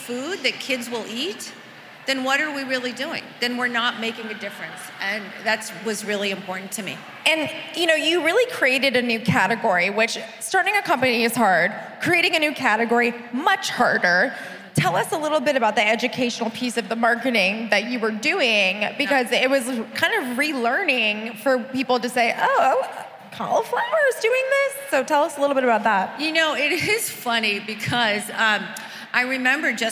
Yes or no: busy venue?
yes